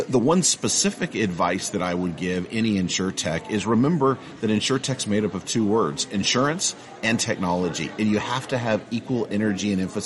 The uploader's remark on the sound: from the annual Insurtech Insights conference held in June in New York City